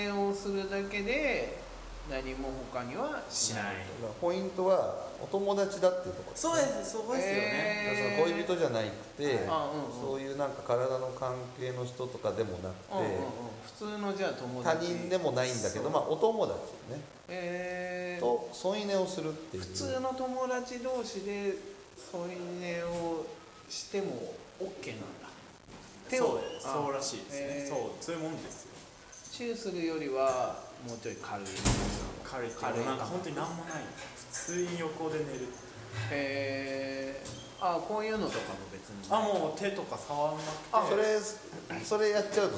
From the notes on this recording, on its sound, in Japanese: イベントの空き時間に収録。